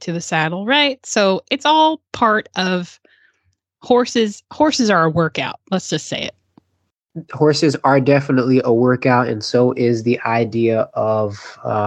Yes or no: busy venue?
no